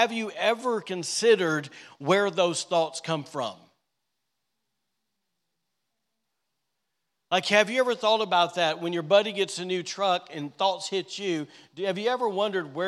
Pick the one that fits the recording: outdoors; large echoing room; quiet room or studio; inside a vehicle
large echoing room